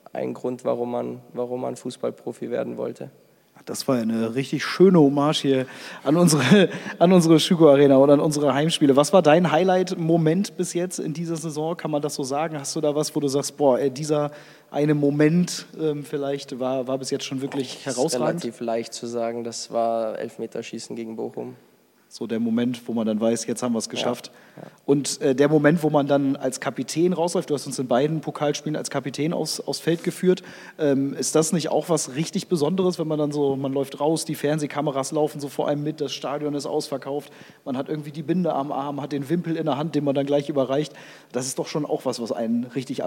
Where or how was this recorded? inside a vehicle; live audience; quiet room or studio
live audience